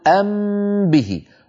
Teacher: نطبق على ميم ونجافي الشفتين عن باء · Term: وأخفيا الميم